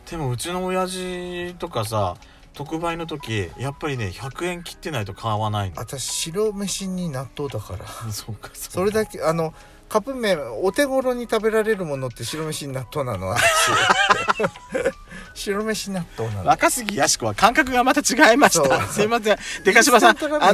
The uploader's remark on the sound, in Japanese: 2人組。パーキング収録。